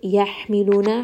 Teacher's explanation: ح is going to be from the middle of the throat, so give it a bit of that air